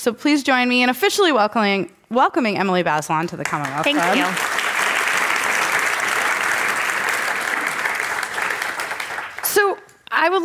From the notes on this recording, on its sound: This program was recorded in-front of a live audience at the Commonwealth Club of California in San Francisco on May 7th, 2019.